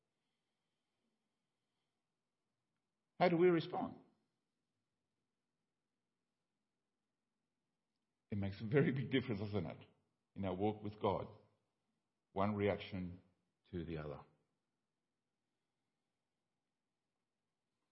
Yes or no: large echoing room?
yes